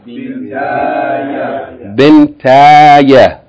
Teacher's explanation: Ya is pronounced from the middle of the tongue and the upper part of the mouth, just opposite to it, when it's used as a consonant.